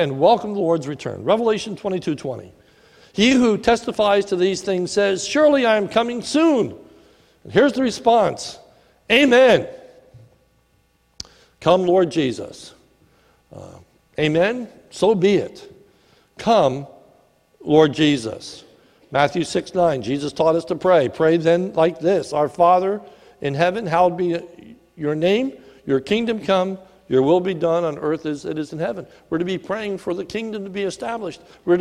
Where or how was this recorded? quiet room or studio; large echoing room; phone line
large echoing room